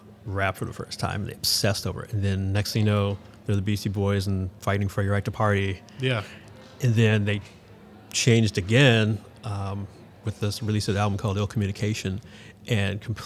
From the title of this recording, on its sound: Live From Agile Midwest